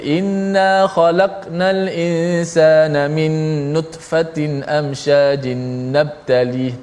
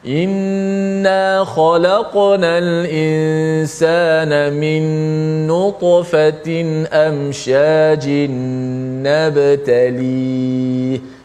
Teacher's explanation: Ta bunyi secara ta tebal dan tinggi dan ba bunyi nipis · Shown in: second take · Term: qalqalah